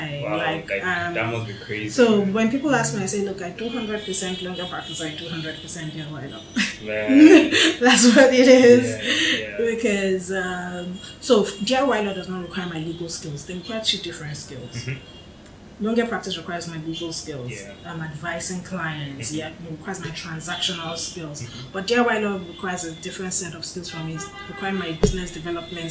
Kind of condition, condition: fault, background noise